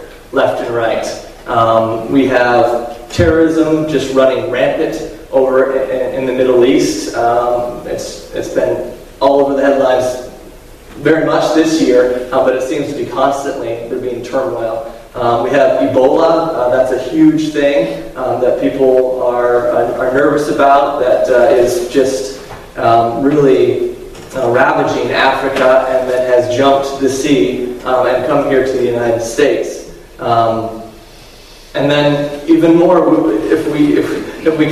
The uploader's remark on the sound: given at Harmony Bible Church in South Thomaston, Maine